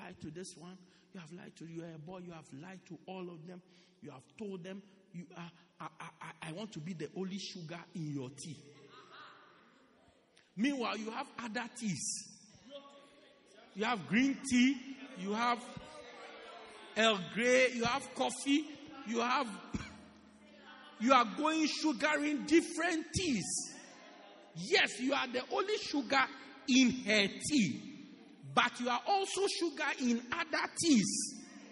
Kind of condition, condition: setting, large echoing room